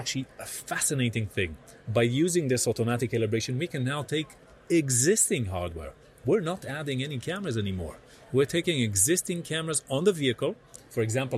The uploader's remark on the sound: Eco-motion summit Tel Aviv. Walks the floor of the EcoMotion conference interviewing exhibitors demonstrating the latest cutting edge smart mobility tech.